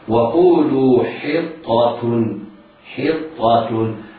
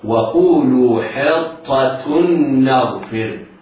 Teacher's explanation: الحاء مكسورة مرققة والطاء مشددة مفتوحة مفخمة بعدها تاء مرققة